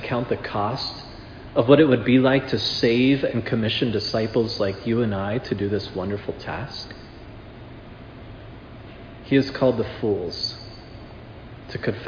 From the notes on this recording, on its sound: This sermon was preached at Providence Church on October 30, 2022.